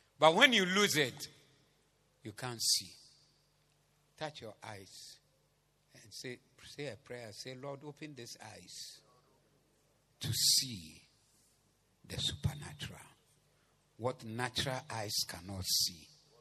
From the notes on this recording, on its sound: Preached at the Zeloo Service